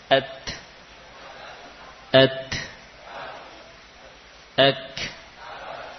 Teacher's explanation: untuk ta dan kaf, ketika lepas diikuti dengan nafas.